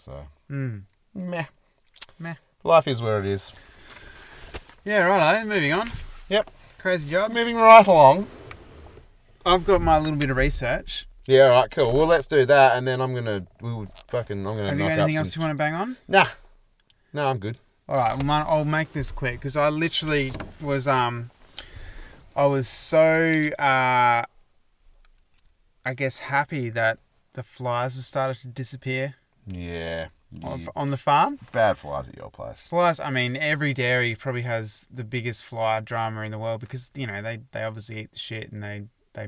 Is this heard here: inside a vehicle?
yes